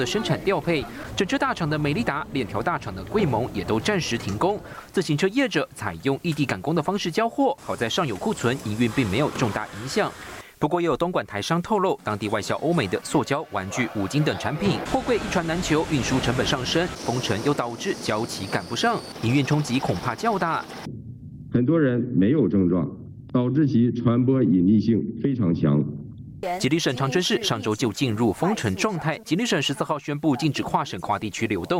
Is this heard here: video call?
no